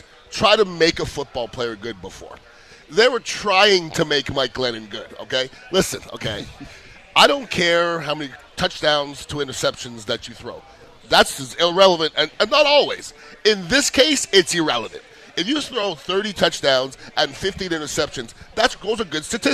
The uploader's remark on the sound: live from the St Pete GrandPri